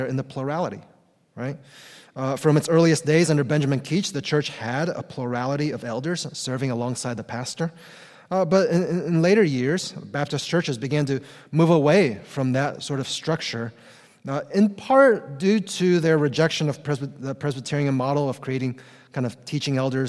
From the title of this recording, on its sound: Conference Session!